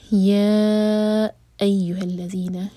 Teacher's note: یا چار حرکہ لمبا یہ مد منفصل یا الگ ورڈ ہے اور ایها الگ ورڈ ہے تو آ